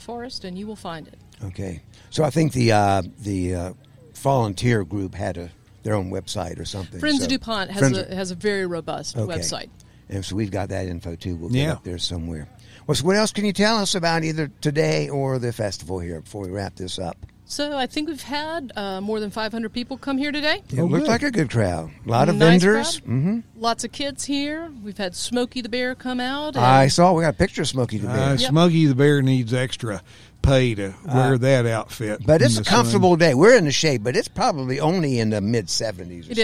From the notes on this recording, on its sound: When we were once again recording at DuPont State Recreational Forest on National Public Lands Day.